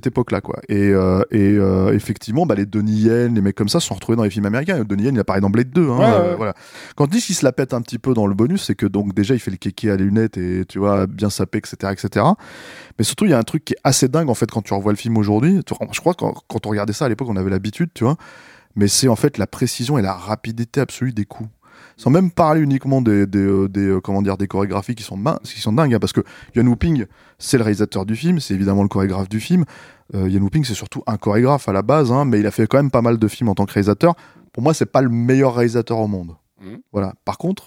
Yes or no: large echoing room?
no